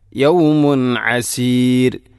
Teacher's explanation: തൻവീന് ശേഷം അയിന് വന്നാൽ ഇൽഹാർ ചെയ്യണം, വെളിവാക്കണം. യൗമുൻ എന്ന തൻവീനിനെ വെളിവാക്കി ഉച്ചരിക്കണം, അവിടെ മണിക്കാൻ പാടില്ല.